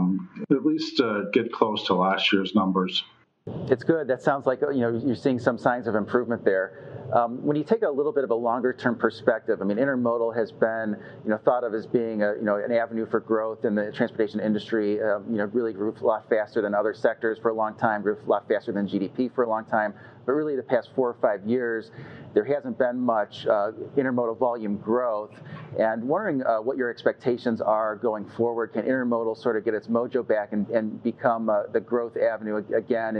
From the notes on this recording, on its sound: During a fireside chat at FreightWaves 3PL Summit. FreightWaves virtual events.